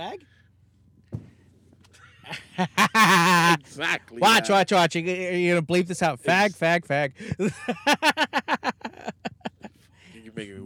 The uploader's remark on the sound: We are in the car. Recorded at Thank You Miami.